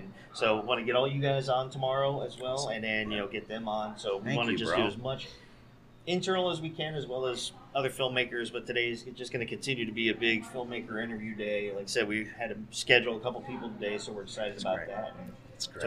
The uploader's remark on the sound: Day 3 continues with more great interviews at the Sunscreen Film Festival!! Pinellas County, FL.